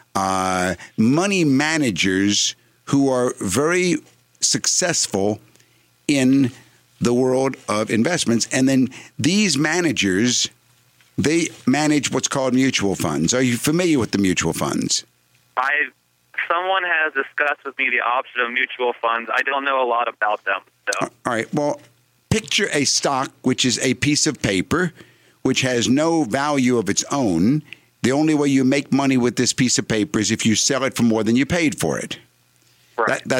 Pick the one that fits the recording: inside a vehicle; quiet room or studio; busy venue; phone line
phone line